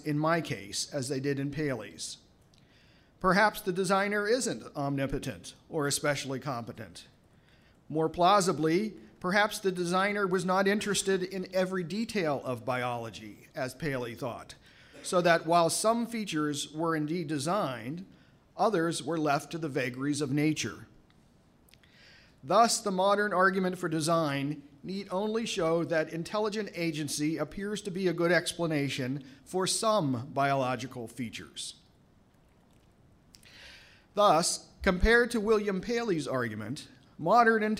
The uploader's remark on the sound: At Franciscan University. Speaks at the Science and Faith conference.